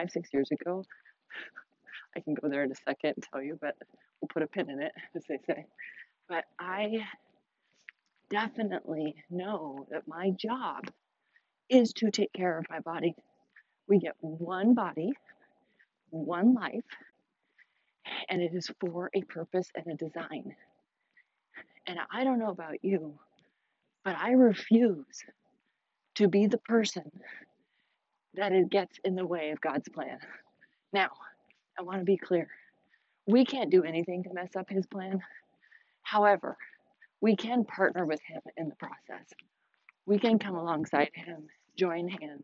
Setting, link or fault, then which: setting, outdoors